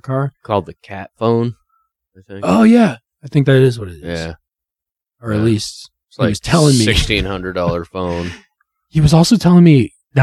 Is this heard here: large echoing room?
no